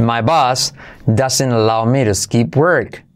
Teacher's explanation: Doesn't, la T no se pronuncia